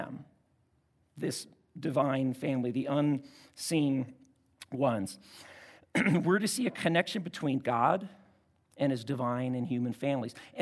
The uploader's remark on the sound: at Timberline Church - Audio